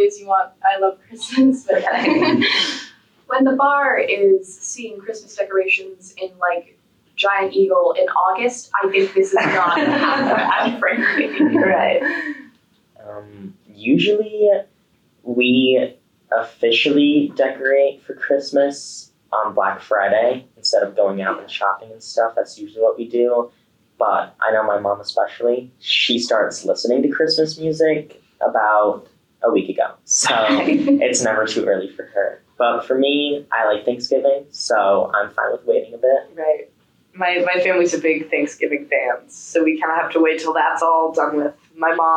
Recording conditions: poor sound quality